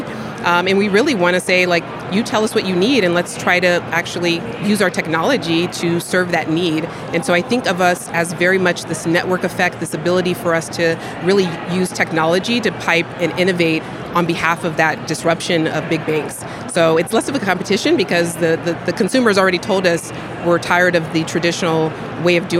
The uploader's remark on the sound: Recorded in partnership with Banking Circle at Money20/20 USA, that took place in Las Vegas. We recorded a series of interviews on the Banking Circle booth with a number of the speakers and attendees from the conference.